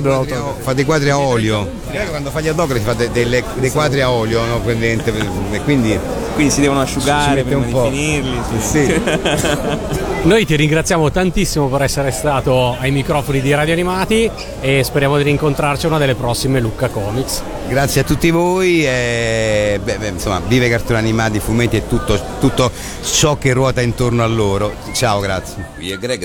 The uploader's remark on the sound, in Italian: intervistato a Lucca Comics & Games 2013